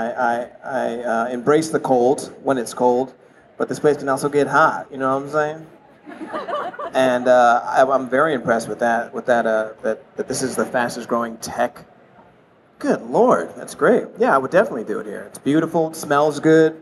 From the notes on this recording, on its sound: At Collision conference.